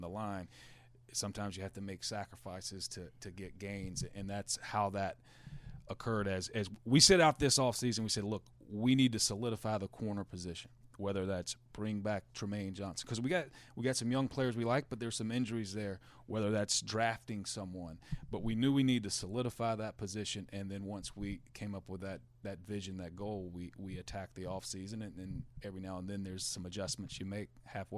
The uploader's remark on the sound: live from the Owners Meetings in Orlando